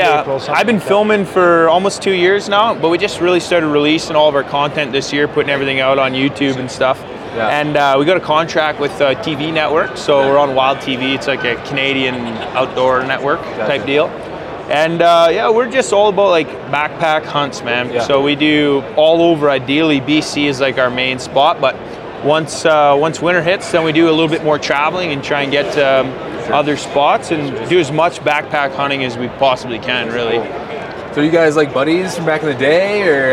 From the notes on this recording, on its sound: LIVE FROM THE HUNT EXPO // SALT LAKE CITY, UT. Though podcasting was not my first priority at the expo, I was able to record some content to share with you.